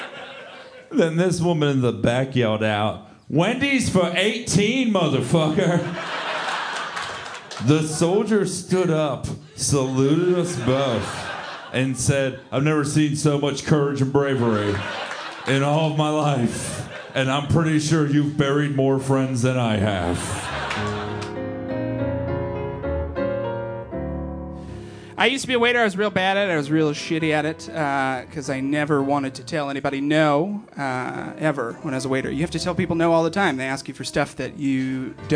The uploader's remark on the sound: Format: Original Recording. The comedy in this episode was recorded at live venues all around the country.